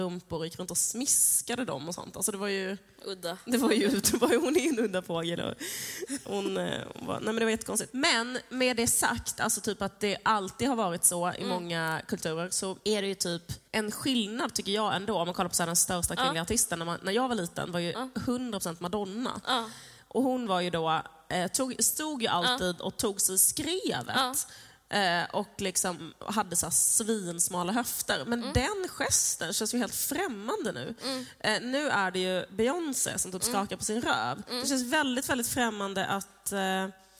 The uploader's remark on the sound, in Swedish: Live från Kulturhuset